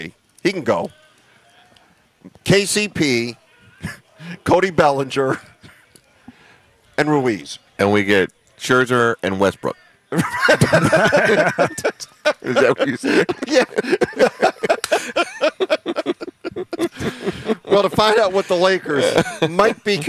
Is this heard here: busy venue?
yes